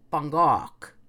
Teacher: it's a very short bang, if you will, and a longer gok